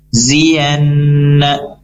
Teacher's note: zi di sini tidak panjang, ya, di sini pendek, cukup satu harokat langsung ke huruf berikutnya ziyanna.